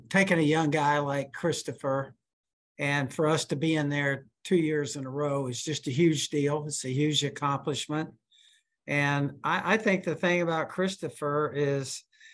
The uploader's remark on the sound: met with reporters via Zoom